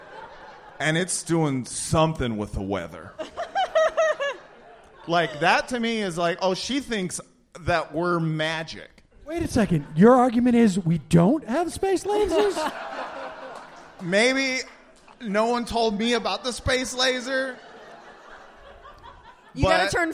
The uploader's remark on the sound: LIVE From Brooklyn. A special LIVE episode from the Bell House. We get into it all in front of a tremendously warm Brooklyn audience.